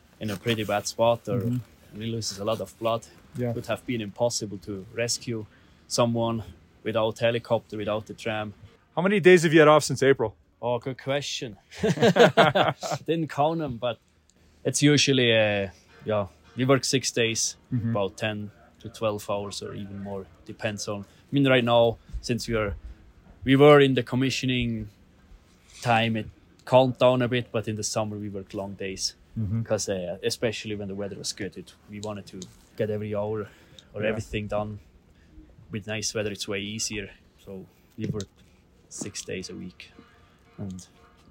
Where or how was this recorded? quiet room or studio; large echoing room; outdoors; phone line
outdoors